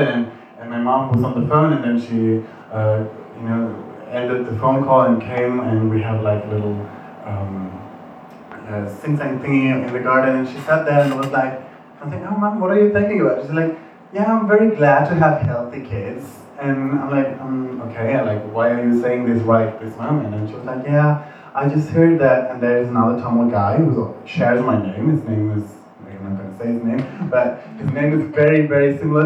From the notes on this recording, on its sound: It's a recording of a panel talk. Organized for Asian Diaspora Month 2019. Sorry for the bad audio quality!